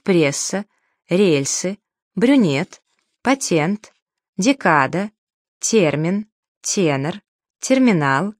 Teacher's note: Во всех этих словах сегодня согласный звук перед «е» произносится мягко. · Term: смягчению произношения